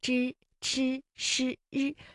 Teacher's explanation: 我们常说的普通话的声母 zh、ch、sh、r 都属于翘舌音